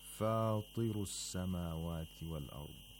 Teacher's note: the تفخيم is at the lowest level possible. And this is because of the kasra that the ta has.